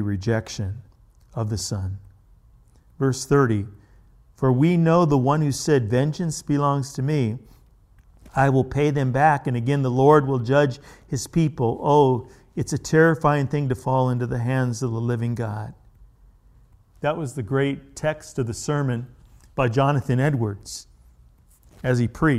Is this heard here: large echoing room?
yes